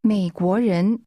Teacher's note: The tone first falls, then rises twice.